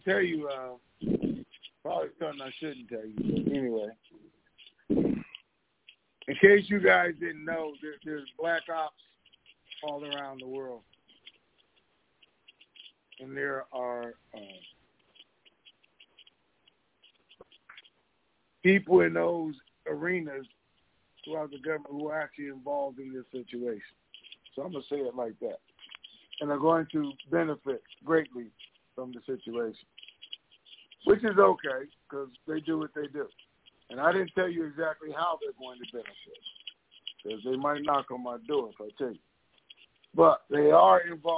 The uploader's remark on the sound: TNTSuperfantastic Conference Call